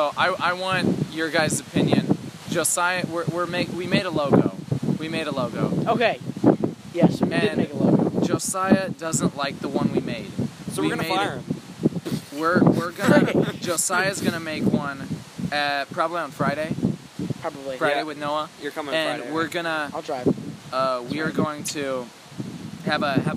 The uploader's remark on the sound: Sorry about the wind.